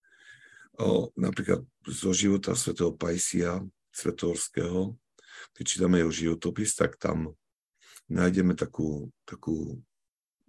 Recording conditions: video call